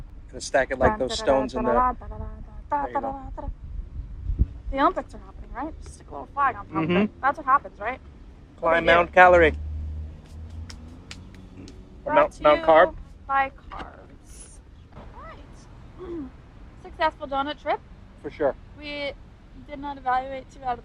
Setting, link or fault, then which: fault, phone or laptop microphone